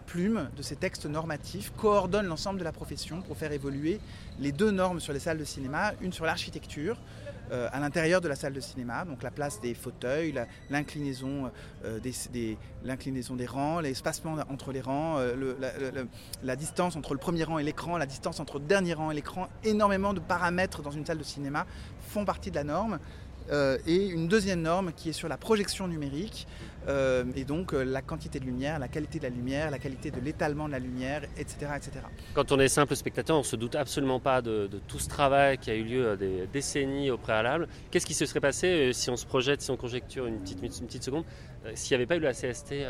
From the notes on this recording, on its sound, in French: Un podcast enregistré par l'ARA - Assistants réalisateurs & associés - lors du 75ème Festival de Cannes et en partenariat avec le CNC.